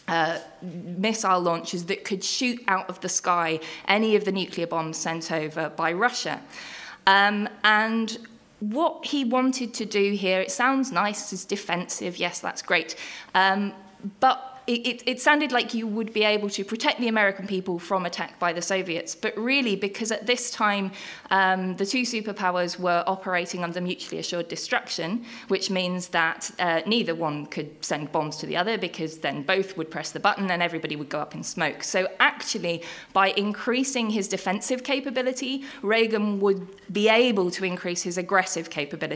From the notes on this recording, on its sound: This week's episode is the second act of our Tragic Summer live show which took place at the Hackney Attic on June 6th